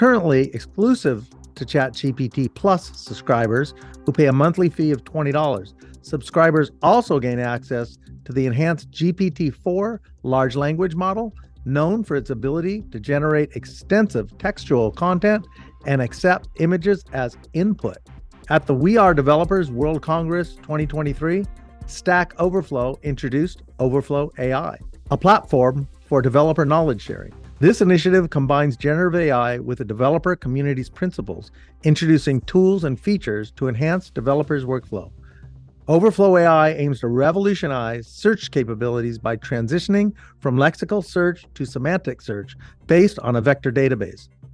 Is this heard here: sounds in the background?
no